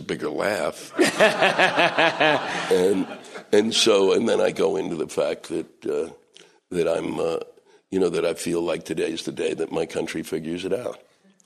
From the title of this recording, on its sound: Live at Just For Laughs, Montreal